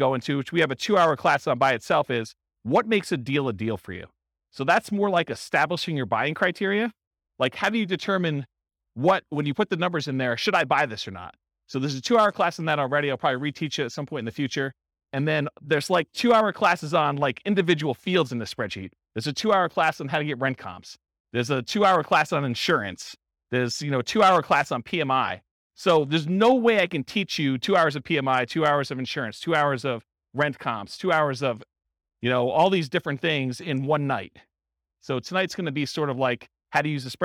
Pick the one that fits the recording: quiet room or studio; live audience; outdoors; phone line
live audience